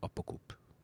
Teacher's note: Men apokope då att du säger inte apokope så du skriver den men du säger apokop. Du kuttar vokalen på slutet. Det är apokop.